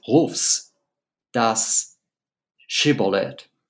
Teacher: Um, Herz, and it says to the heart, uh, "Call, call out the Shibboleth." Um, and in German, that's "Rufs das Shibboleth," and you can hear as I'm saying it that Celan has packed those S's right next to those sh sounds